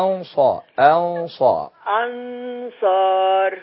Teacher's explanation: أنصى الغنة إذا بعدها إذا جاء بعد حرف مفخم نفخم الغنة أيضا